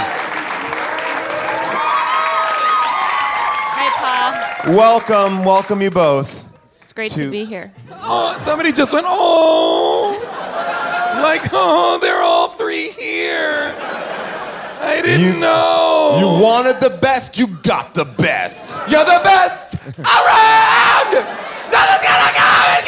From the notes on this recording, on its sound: LIVE from Largo in Los Angeles